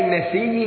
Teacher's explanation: أبدل الهمزة ياء وأدغمها في الياء قبلها. إدغاما ثقيلا